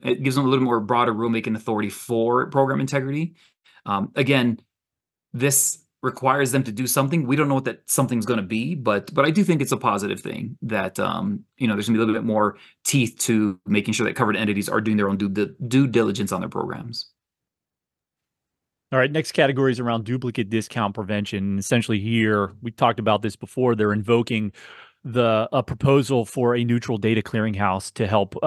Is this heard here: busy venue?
no